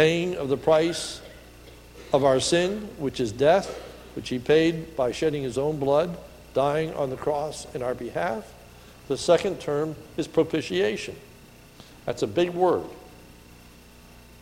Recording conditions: large echoing room